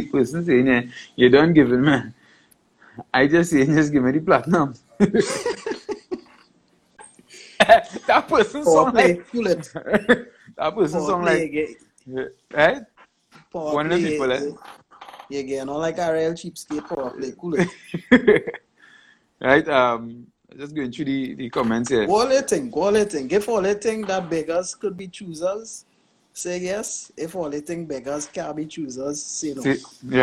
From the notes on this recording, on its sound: This Interview was conducted via Instagram Live